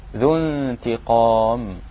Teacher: إخفاء مع الغنة، النون الساكنة جاءت بعدها حرف التاء